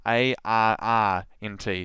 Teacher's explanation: with my southern accent I tend to roll R's to make the R sound go on forever and ever. So there's two R's in that.